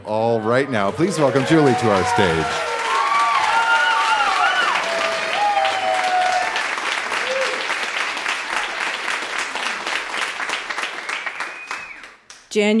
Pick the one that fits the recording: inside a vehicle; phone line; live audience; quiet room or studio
live audience